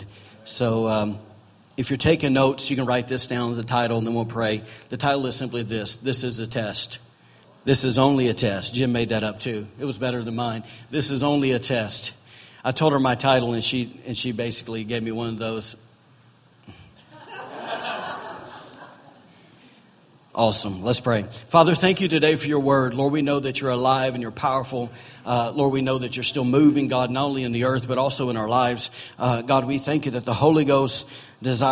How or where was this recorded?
large echoing room